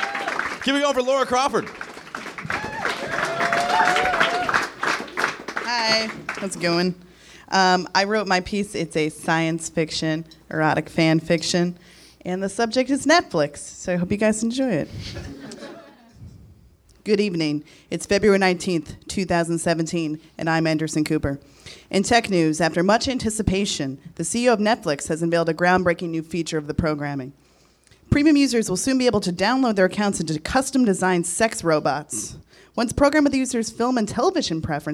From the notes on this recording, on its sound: Recorded live at the Nerdmelt Theater in Los Angeles on February 18, 2014.